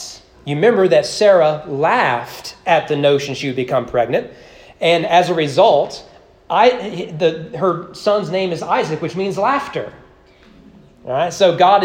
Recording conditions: large echoing room